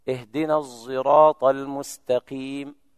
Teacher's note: لفظ الصراط: اهدنا الصراط المستقيم، كل القراء يقرؤون بالصاد الخالصة إلا رويس وحمزة يقرأ بالإشمام، الصاد صوت الزاي يخرج منهم، يتولد من هذا الخلط صوت لا بصاد ولا بزاي كما يطلق عليه البعض ظاء العوام.